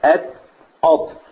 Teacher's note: مخرج التاء والطاء طرف اللسان مع وصول الثنايا العليا، فالاثنين مكانهم من أت أط، طرف اللسان مع وصول الثنايا العليا.